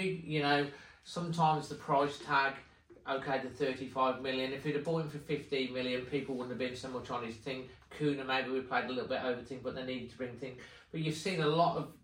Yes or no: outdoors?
no